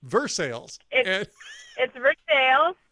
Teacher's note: The Scots had a tendency to overemphasize the second syllable and not the first.